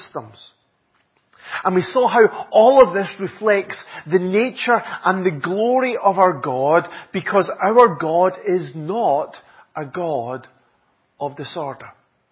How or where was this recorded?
large echoing room